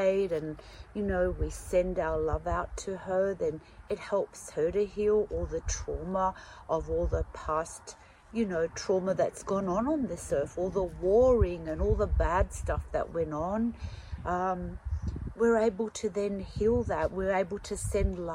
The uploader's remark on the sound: On this special outdoors episode of The Australian Ghost Whisperer, we head into the great outdoors